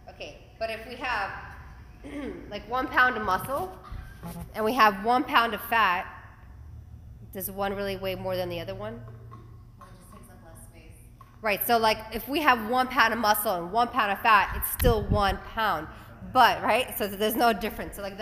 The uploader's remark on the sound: Present to a live audience at Peak 360 in South Miami.